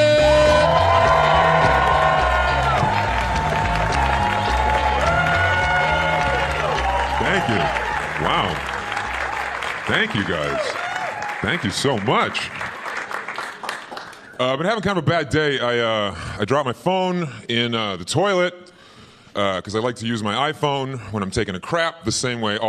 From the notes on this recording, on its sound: Gotham Comedy Live Stand Up Comedy